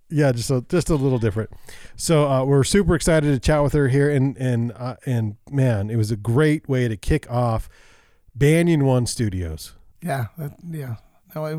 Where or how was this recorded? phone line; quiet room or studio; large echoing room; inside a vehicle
quiet room or studio